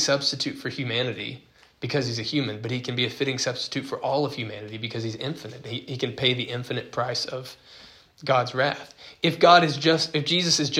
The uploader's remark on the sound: This recording is from a recent Christianity 101 class at King's Cross Church